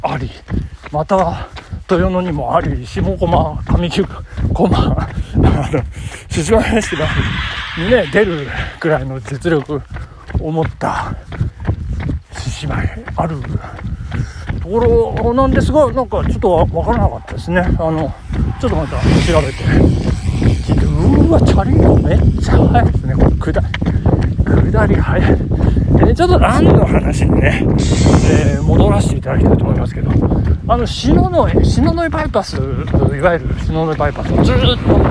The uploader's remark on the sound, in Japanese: 信州新町を目指して峠越えした後の下りでキロ4分台での収録。